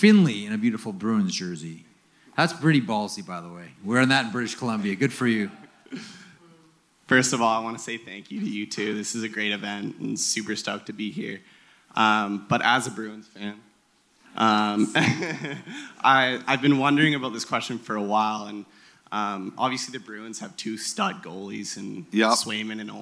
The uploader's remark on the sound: Live From Victoria